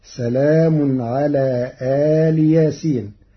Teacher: قرأ ورش كلمة إل بفتح الهمزة ومدها وكسر اللام، فهي كلمة مفصولة عن ياسين، فتصير الجملة سلام على آل ياسين، على أن آل مضاف إلى ياسين.